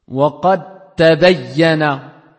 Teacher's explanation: Quand le del il est avant le ta, le del il est assimilé. · Term: assimilation